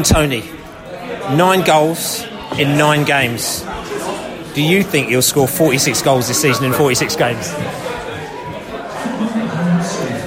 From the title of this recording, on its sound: post-match podcast from the pub